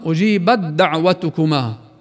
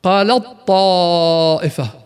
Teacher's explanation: وينتفي كذلك الهمس عن التاء في أجيبت وقالت لتصبح بالإدغام أجيبت دعوتكما